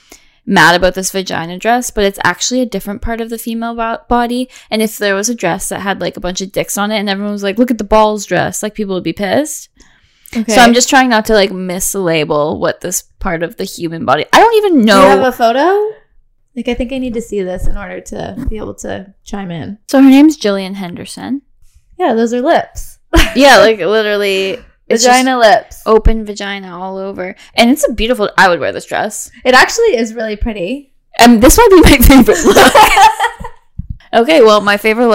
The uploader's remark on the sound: Promise we're trying to figure out our audio.